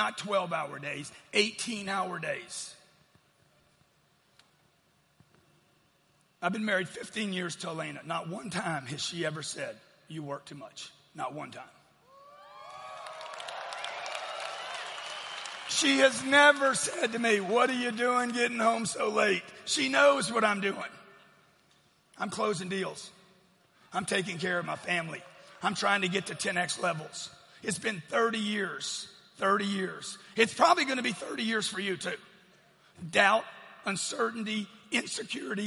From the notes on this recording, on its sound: Keynote speech from the 10X Growth Conference.